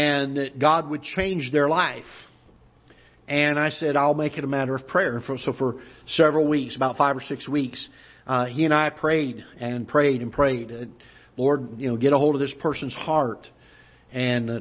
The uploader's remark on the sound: Ketha Heights Baptist Church ~ Live Broadcast